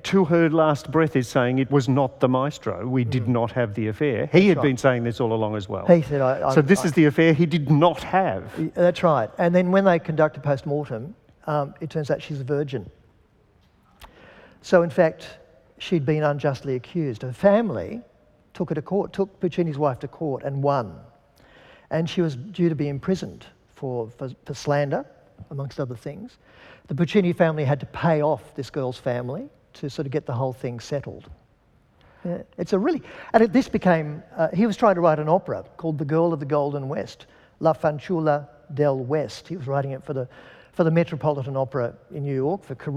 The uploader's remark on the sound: This session was recorded at the 2018 Newcastle Writers Festival and supported by the Newcastle Music Festival.